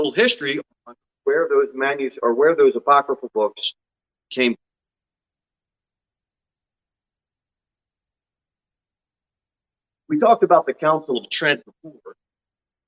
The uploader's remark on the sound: Sermon delivered at Pilgrim Baptist Church on Sunday, August 21, 2022 at 6:15 pm. Jere Whitson Rd.